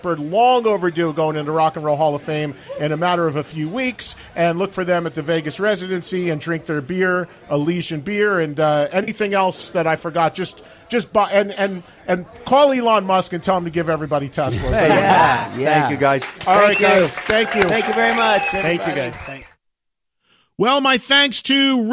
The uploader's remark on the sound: live from the Atlantic Ocean on the Monsters of Rock Cruise!